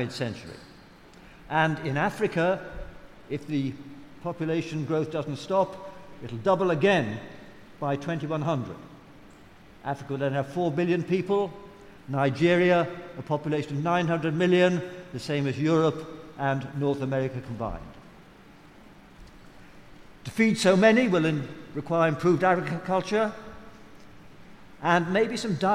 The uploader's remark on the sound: Recorded live at the EartH in London's Hackney on 19th March 2019.